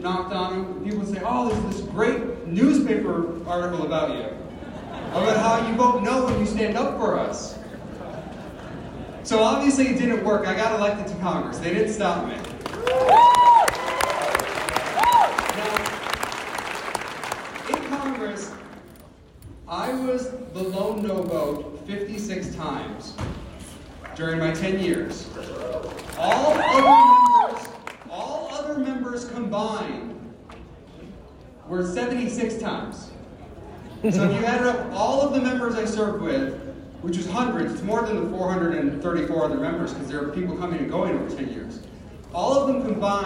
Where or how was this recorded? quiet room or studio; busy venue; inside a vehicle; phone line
busy venue